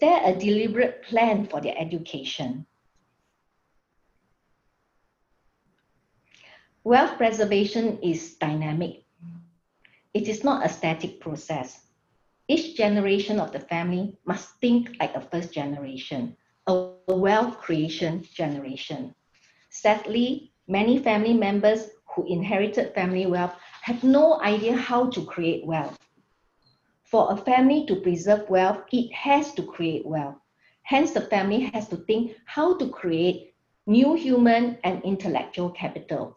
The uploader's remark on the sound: Webinar audio recording.